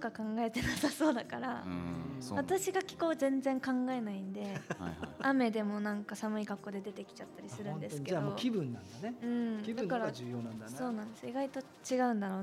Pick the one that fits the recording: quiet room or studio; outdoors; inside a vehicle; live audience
live audience